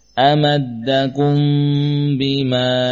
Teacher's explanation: Hurufnya berbeda satu dengan yang lain dan satu makhraj. Ketika mim bertemu dengan ba, mim sukun bertemu ba, maka gunnah pada mim bertambah ukurannya. Gunanya menjadi lebih panjang, menjadi sempurna. · Term: ikhfa syafawi